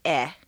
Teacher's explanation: The uh is one of the four reduced vowel sounds that are made in the throat. The most tense and highest in the throat is eh.